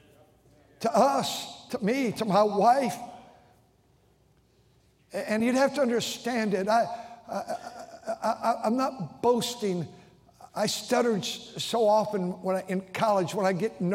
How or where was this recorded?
large echoing room